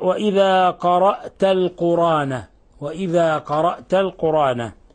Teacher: يهمز قرأت ولا يهمز القرآن